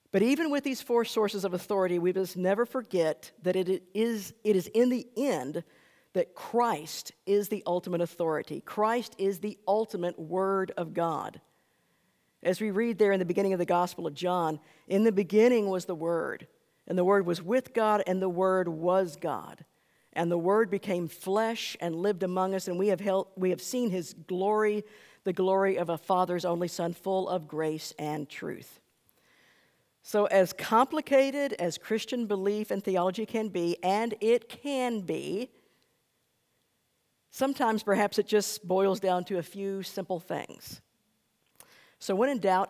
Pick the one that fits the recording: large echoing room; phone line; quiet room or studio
large echoing room